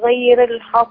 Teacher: الغين قوية جدا. اي حرف من الحروف التفخيم اللي بتفخم قولا واحدا